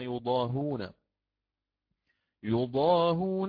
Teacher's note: حذفنا الهمزة فصارت الهاء مكسورة وبعدها واو، فلمناسبة المقام ضممنا الهاء عند القراءة